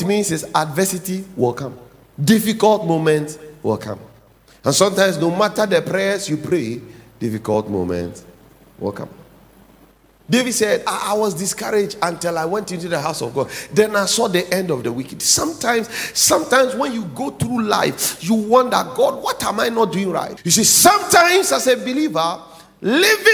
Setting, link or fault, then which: setting, large echoing room